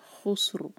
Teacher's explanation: را ساکن ہے، اس سے پہلے سین ساکن، تو خوا پر ضمہ ہے، اس لیے را جو ہے ہیوی پڑھا جائے گا · Term: را ساکن ہیوی